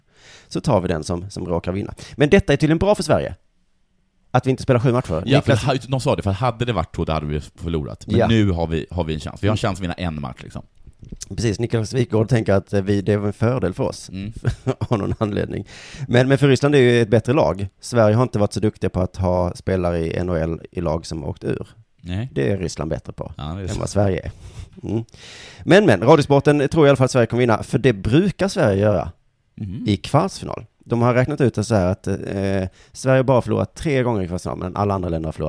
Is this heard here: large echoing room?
no